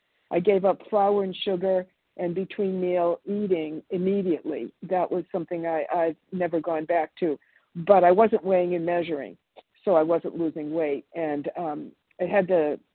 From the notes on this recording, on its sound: from the 100 Pounders Phone Meeting